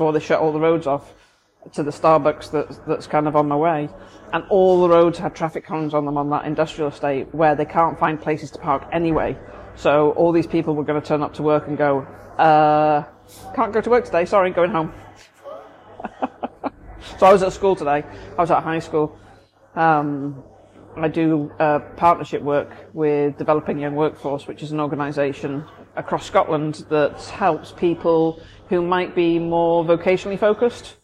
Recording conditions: busy venue